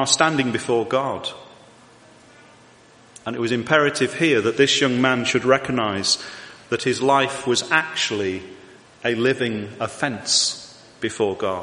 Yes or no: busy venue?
no